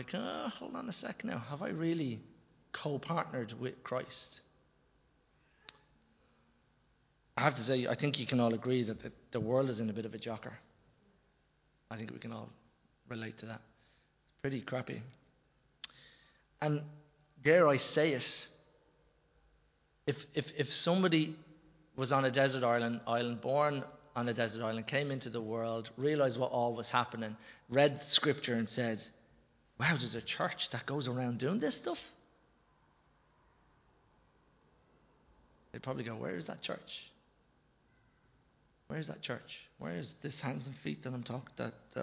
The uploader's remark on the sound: Recorded live in Liberty Church on 10 October 2021